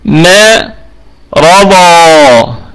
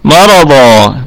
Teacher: الكلمة هذه الميم مرققة والراء والضاد والألف مفخمة